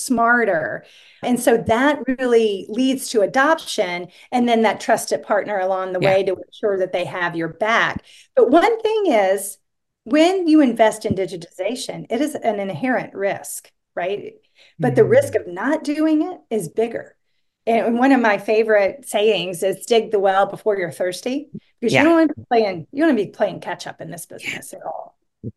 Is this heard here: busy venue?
no